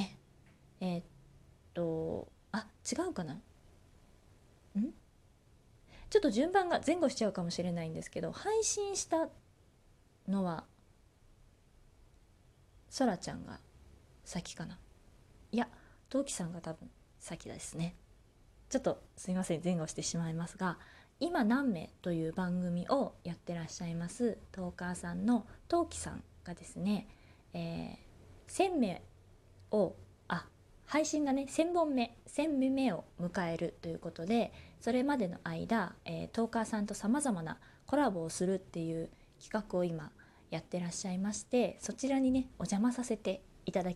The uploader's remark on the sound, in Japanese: From Radiotalk。自宅でスマホによる収録のため様々な騒音が収録されています、ご了承ください。キッチンのすみっこで。